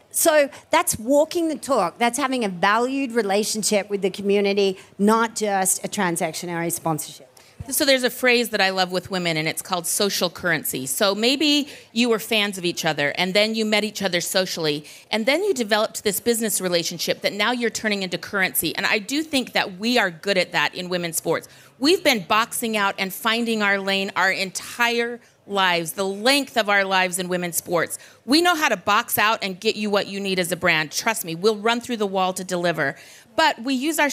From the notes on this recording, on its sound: We’re going to Cannes, France and bringing you a panel from Sport Beach which was hosted by Stagwell Inc. During last month’s Cannes Lions.